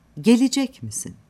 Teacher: Çünkü Türkçe'de soru edatının cümle sonunda bulunması, soru ezgisinin cümle sonunda yükselmesine neden olur. Fakat ton, soru edatı mi'de değil, sorulan asıl sözcükte yükselir.